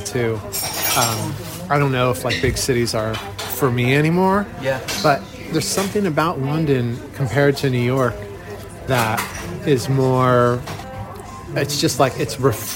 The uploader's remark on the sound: Live from legendary London cafe 'Bar Italia'. Sipping a rain-diluted latte.